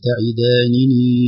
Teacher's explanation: نطقها نونين متتابعتين مكسورتين بعدهما مد